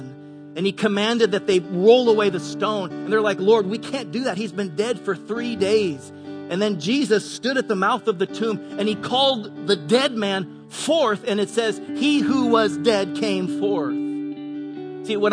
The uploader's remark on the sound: Delivered on 18 March 2018 at Grace Church of La Verne. Delivered on 18 March 2018 at Grace Church of La Verne.